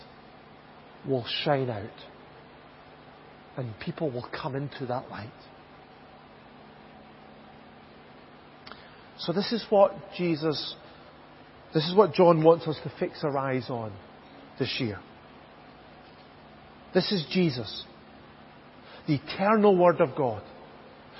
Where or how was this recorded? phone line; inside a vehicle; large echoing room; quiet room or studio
large echoing room